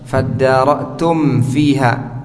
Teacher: ada mim sukun setelahnya fa, itu dibaca idhar syafawi, mimnya jelas ya, fadara'tum fiha, tidak dibaca samar karena sebagian kita membacanya fadara'tum fiha, dibaca mimnya dengan idhar.